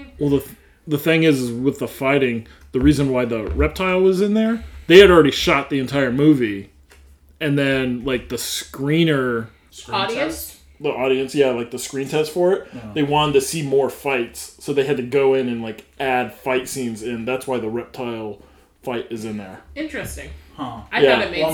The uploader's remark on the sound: Sound is a bit rough, please be gracious.